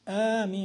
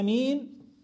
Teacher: آمين بالمد، والله أمين بالقصر، أمين آمين بالمد بمد الهمزة، والله أمين بالقصر.